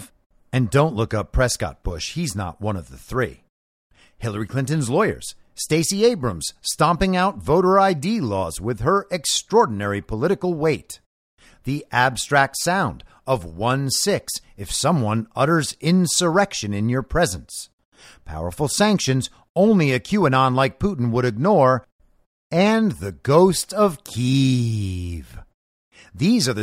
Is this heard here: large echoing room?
no